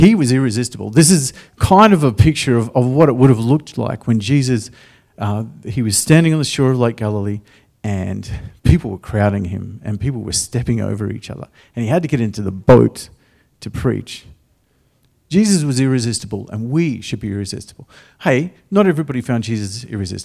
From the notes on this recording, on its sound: The live stream of Destiny Church Atherton.